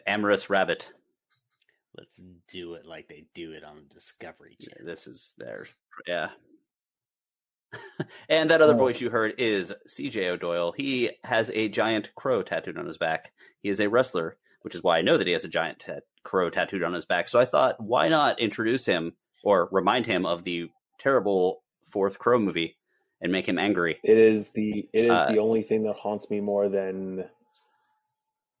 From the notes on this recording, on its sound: We record using Squadcast.